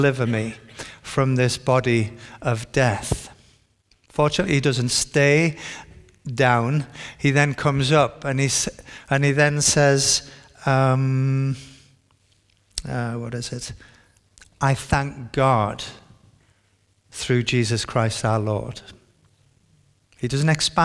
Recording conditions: large echoing room